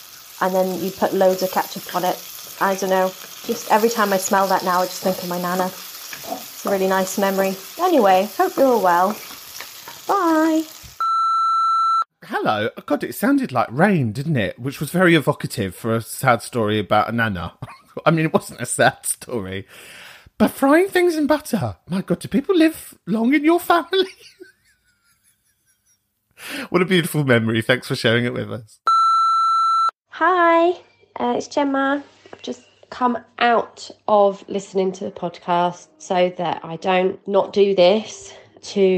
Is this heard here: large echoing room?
no